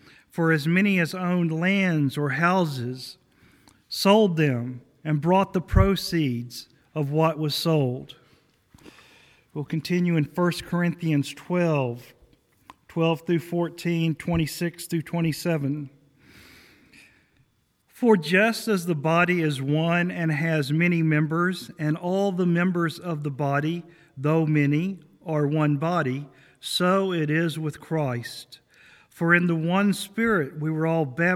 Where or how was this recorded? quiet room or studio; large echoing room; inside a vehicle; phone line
large echoing room